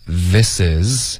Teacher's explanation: 大家注意开头的 the 的音。OK，舌尖碰上齿。This is not 的特省略，这个省略要求干脆的停顿，而你干脆停顿的方式是咬舌尖，OK？